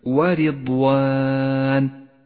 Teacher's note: وأخيرا لاحظ الراء المرققة في كلمة ورضوان، رققت لأنها مكسورة